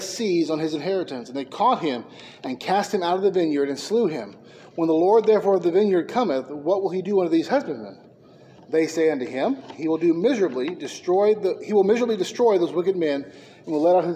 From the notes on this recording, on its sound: Preached at McKee Road Baptist Church.